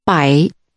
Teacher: Using a falling, rising tone, say 100.